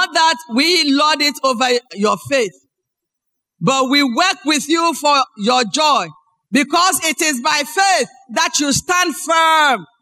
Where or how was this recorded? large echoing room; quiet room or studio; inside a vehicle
large echoing room